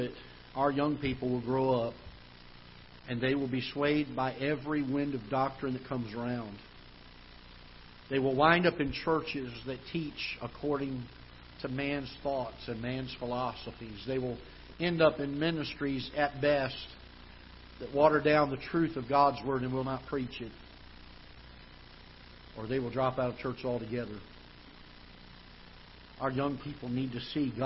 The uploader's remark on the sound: Ketha Heights Baptist Church ~ Live Broadcast